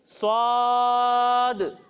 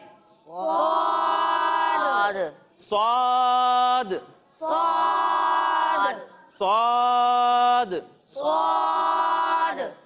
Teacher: جب ہم اس حرف کی ادائیگی کریں گے تو اسے موٹا پڑھیں گے اور اس میں بھی سیٹی کی آواز آئے گی اور اسے بھی سین اور شین کی طرح تھوڑا زیادہ کھینچ کر پڑھیں گے، یعنی صاد.